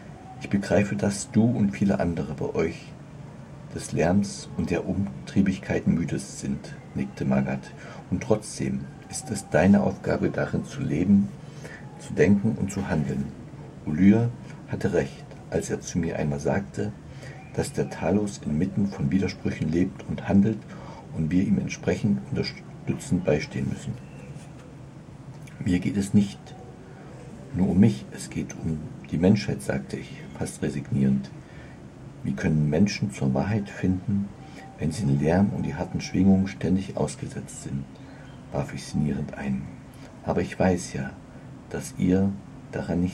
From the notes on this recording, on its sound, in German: Als mir auffiel, wie laut es gerade auch um mich herum war. Und dann habe ich es mal aufgenommen. Vielleicht kannst Du die vielen Hintergrundgeräusche auch wahrnehmen.